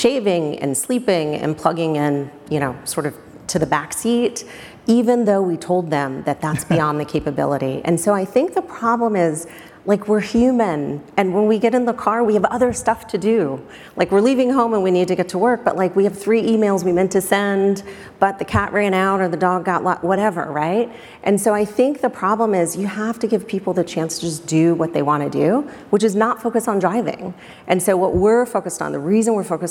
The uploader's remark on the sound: we recorded it live, on stage at Code Conference